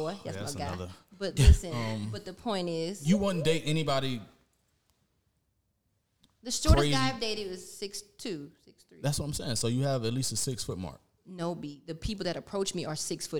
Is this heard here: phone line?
no